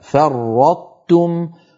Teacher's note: فنطبق على طاء ثم نحول إلى تاء فرطتم، ولا نقول كما نسمع من بعض إخواننا فرطتم، إذا قلنا فرطتم صار النطق بطاء مشددة، وهذا لا تفعله العرب أبدا.